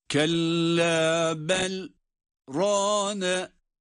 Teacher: bel dedikten sonra nefes almadan kısa bir zaman dilimi durduktan sonra rane diye bir sonraki kelimeyle okumaya devam ediyoruz · Term: sekte